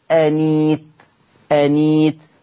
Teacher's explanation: ابدال الهمز الساكن ياء مادية